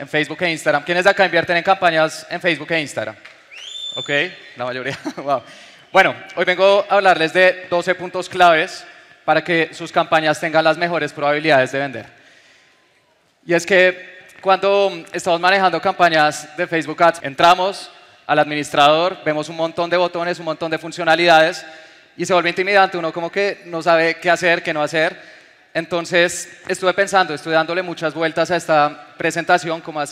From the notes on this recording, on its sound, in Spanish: Te comparto la grabación de una conferencia que di en Medellín.